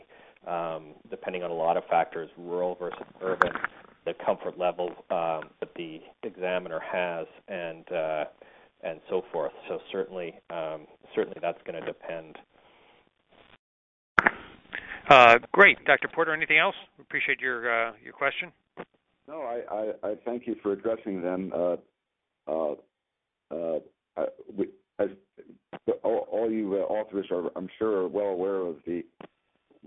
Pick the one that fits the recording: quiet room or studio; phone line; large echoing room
phone line